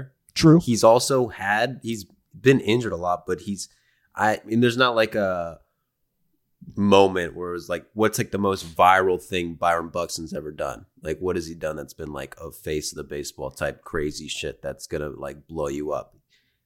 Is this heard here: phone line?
no